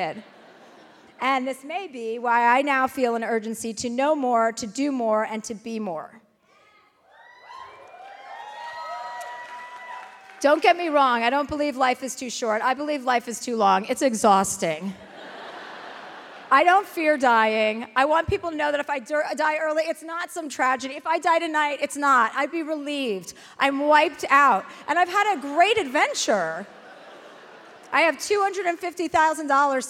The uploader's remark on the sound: live in Dallas